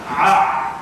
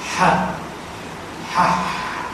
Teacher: العين والحاء من وسط الحلق